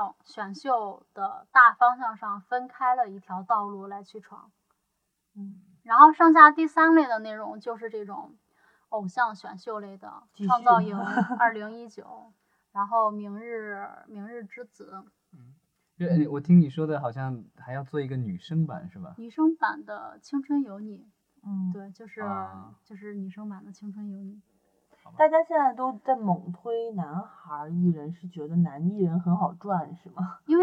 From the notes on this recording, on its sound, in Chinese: 本期节目因录制时遇到技术问题，音质略差